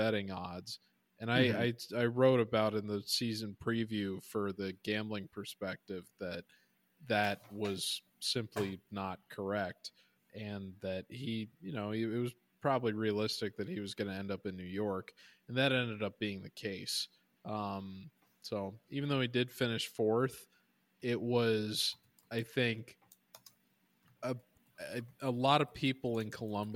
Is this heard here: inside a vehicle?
no